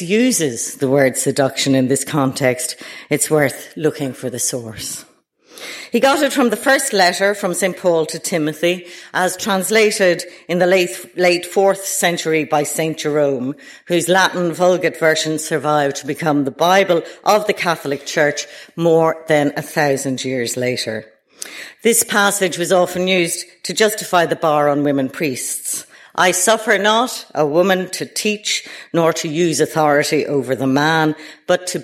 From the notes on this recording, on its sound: delivered at the British Museum